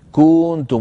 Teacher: يبالغون في زمن الضمة في كنتم فتخرج معهم كنتم وكأنها صارت واوا